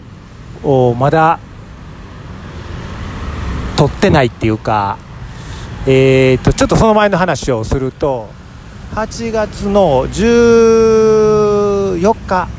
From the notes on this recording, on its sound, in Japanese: バンコク一人旅（特別編）：オンヌット駅近くの路上から部長が一人でラジオ収録！今回の旅ラジオは、バンコク滞在中に収録した音源をお届けします。